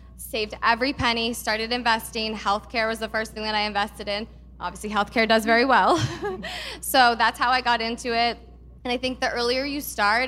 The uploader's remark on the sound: Live from our 2022 Small Business Summit event. For a fireside chat.